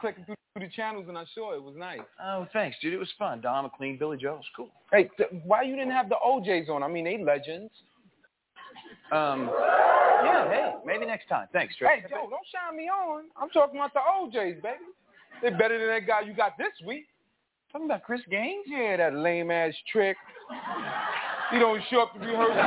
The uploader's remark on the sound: Live At The Sports Attic